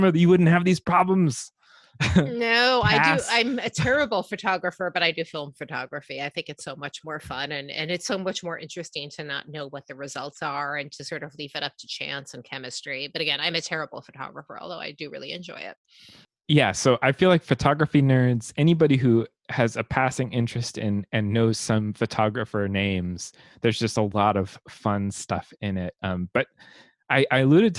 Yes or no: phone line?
no